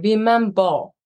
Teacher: post-vocalic R's are very much ingrained to be rounded into a W